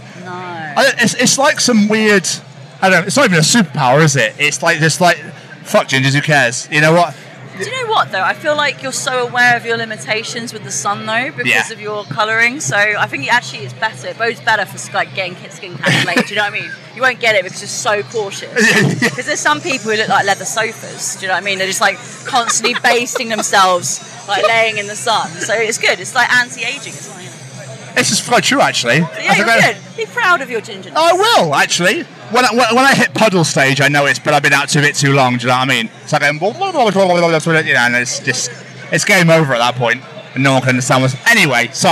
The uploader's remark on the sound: Live from Bloodstock 2023